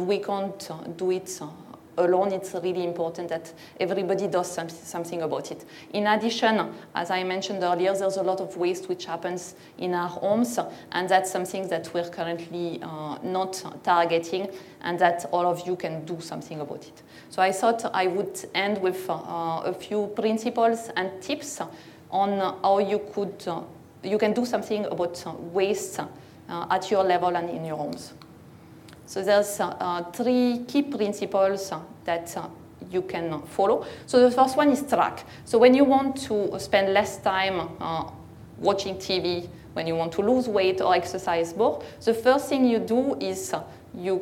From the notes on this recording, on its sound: This talk was recorded at Vevolution Topics: Environment 2019.